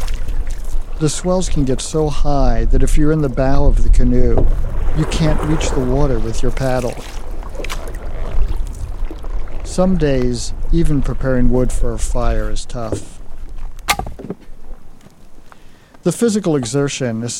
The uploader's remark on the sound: Took a recorder with him on his annual canoe trip. The Boundary Waters.